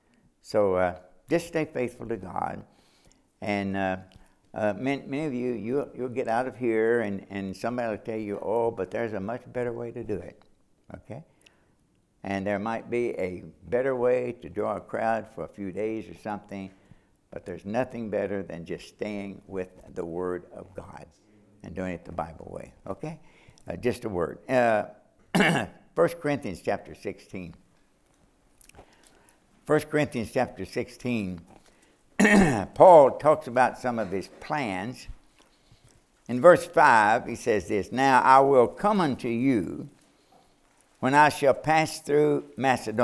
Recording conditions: large echoing room